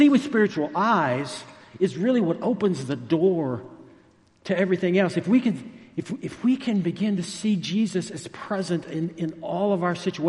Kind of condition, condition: setting, large echoing room